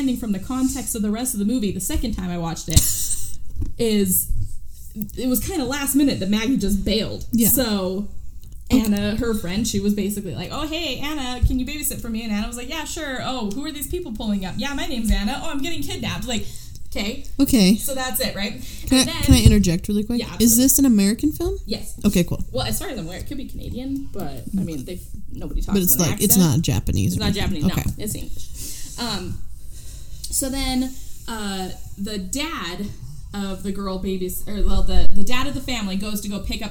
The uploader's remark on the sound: This was our first time recording, so we apologize for the poor quality!